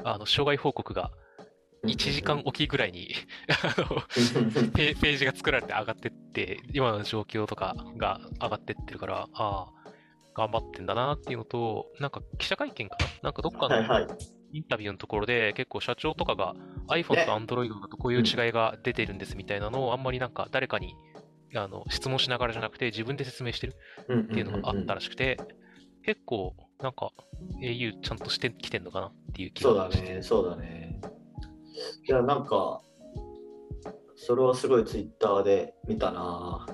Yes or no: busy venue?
no